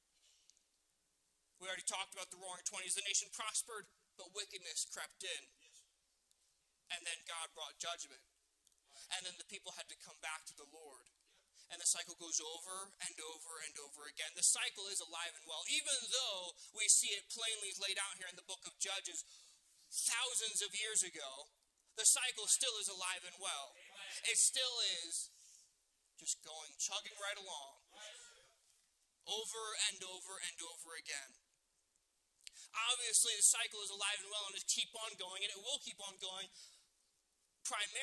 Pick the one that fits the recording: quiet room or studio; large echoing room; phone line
large echoing room